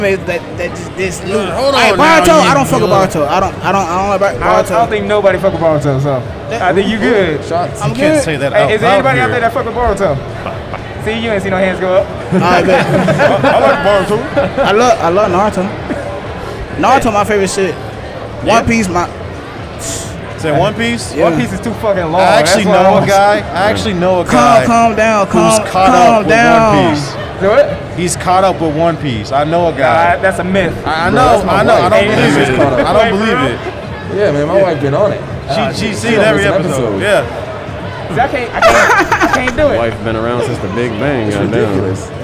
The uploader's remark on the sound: we're at DreamCon